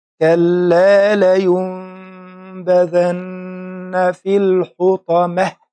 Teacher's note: خلي بالي من التاء المربوطة في آخر الكلمة، لازم أطلع هوا على إنها هي، إن أنا هسكنها. فأقول كلا لينبذن في الحطمة، كلا لينبذن